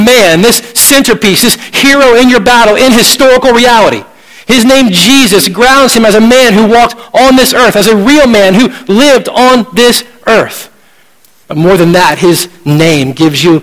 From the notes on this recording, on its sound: at Redemption Hill Church on Sunday, February 12th, 2012